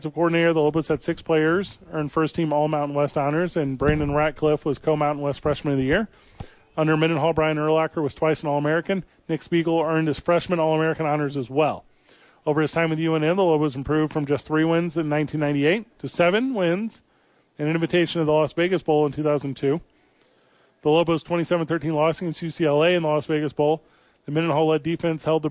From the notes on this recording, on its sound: live from the YMCA!